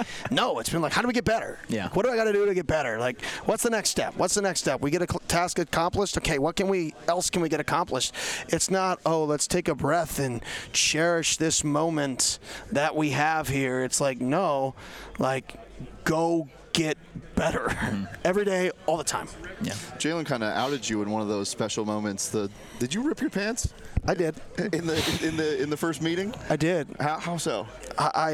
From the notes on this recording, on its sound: Live from Pac-12 media day.